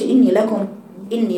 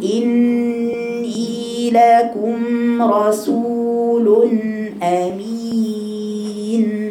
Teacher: النون غنة فيها حركتين تطلع من المناخير من فوق كده من خيشوم · Shown in: second take · والياء اللي بعدها بنسميها مد طبيعي دي حركتين ما قلش إني لكم إني لكم لا جبت الغنة بالحركتين ولا جبت الياء حركتين يبقى كلت يبقى ضيعت زمن الغنة وضيعت زمن المد الطبيعي خطأ.